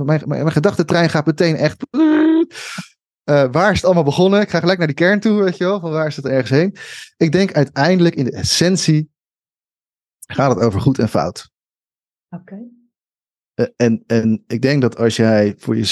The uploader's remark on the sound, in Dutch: Deze aflevering is een opname via ZOOM